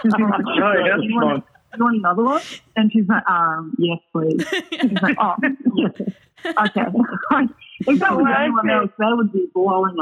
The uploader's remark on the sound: We spoke one rainy Sunday afternoon, over quite a chaotic but fun conference call.